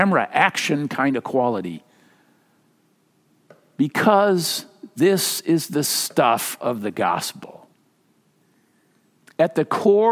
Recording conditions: large echoing room